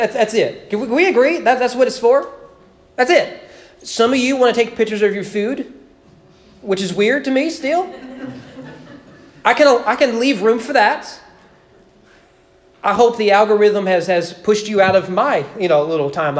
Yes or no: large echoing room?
yes